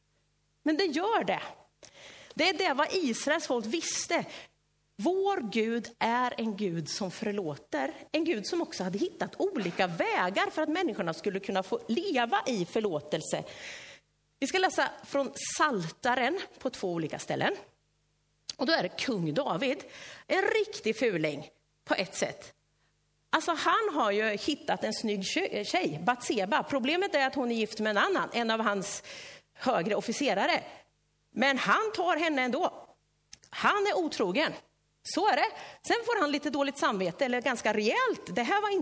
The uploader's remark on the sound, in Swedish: Inspelad i Löfstadkyrkan i Tranås 2023-11-12.